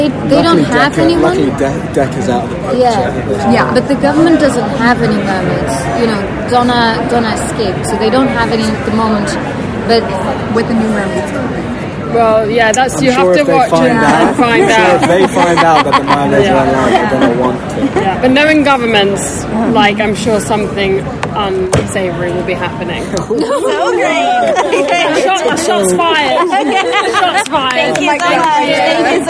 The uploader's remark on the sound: Sneak Peek at New York Comic Con. This is a recording from a live roundtable interview, so you’ll hear lots of our questions, plus those of other journalists.